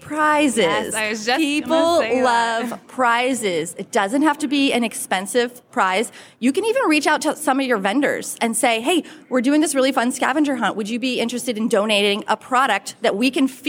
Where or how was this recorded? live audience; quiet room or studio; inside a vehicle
live audience